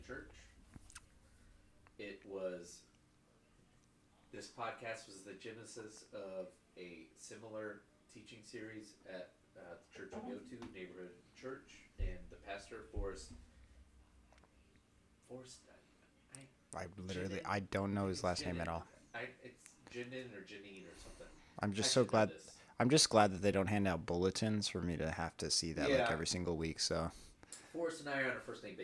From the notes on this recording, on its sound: Apologies for the technical issues as we had a mic malfunction.